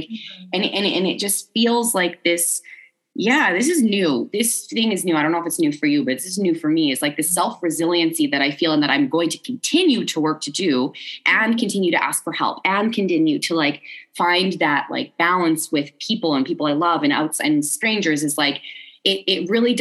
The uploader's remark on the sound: Live Session with Empowered Living. Recorded a live zoom counselling session.